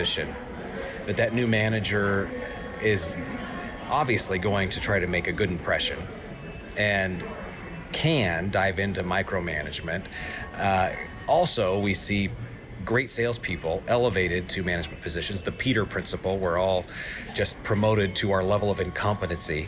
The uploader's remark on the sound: broadcasting live from the TTI Success Insights Conference